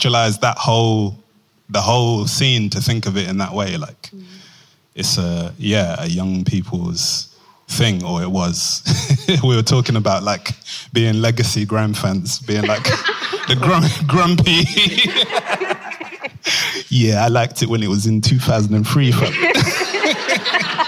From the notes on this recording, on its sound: Recorded live. At Bars of Reassurance: Poetry and Grime. The live conversation, presented by Royal Society of Literature and the Museum of London alongside Crack Magazine.